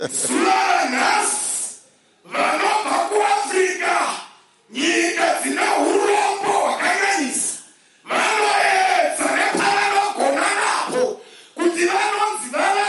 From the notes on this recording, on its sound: Preached at Healing Jesus Campaign, Harare.